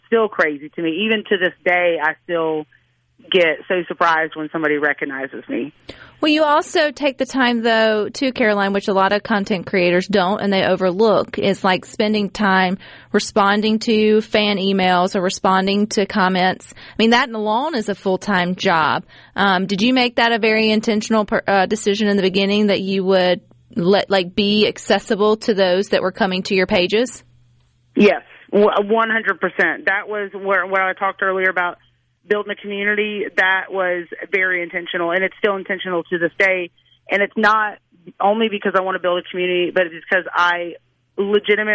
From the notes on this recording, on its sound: joins the conversation by phone